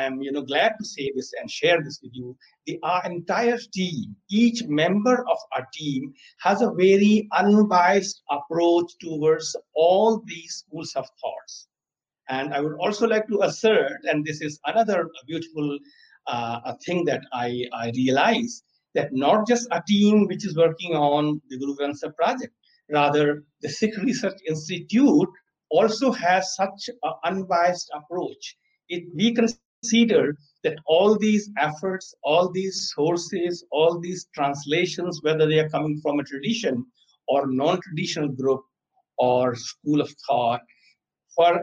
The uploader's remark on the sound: Live Webinar